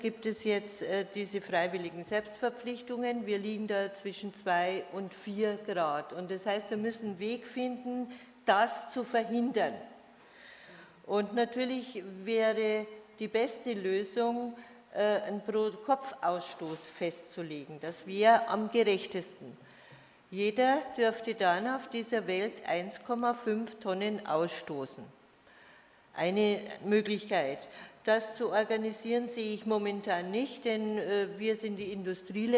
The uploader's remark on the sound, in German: Erstes Panel der Konferenz «Auf der Flucht vor humanitären Krisen» vom 3. Berlin.